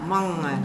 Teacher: En die mange, als je het heel mooi wilt doen, is het een beetje nasaal.